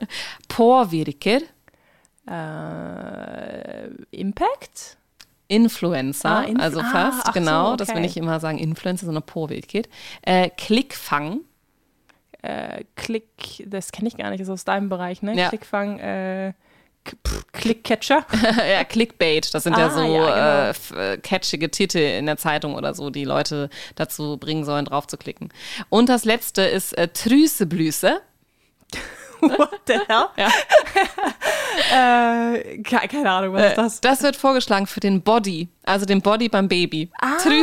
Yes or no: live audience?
no